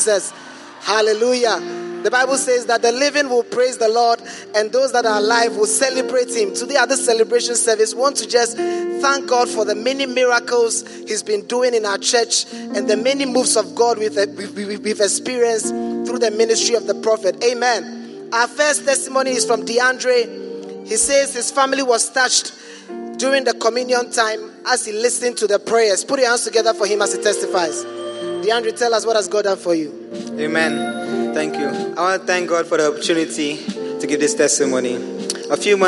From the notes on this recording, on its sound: Preached at the First Love Center, Accra.